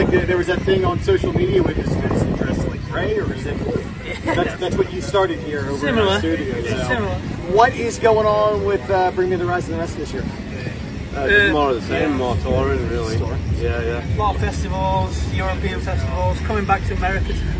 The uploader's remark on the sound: At EpiCenter 2019. Might have the turn up. Outside on a windy day with bands playing.